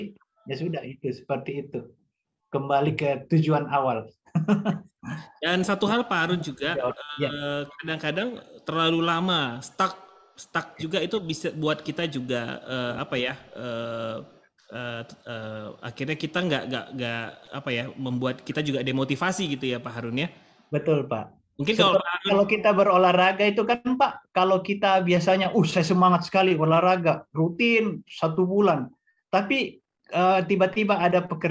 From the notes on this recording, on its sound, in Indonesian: Podcast ini adalah hasil rekaman dari Webinar "UNIHEALTH - Bisnis Banyak Manfaat" pada sesi Q&A.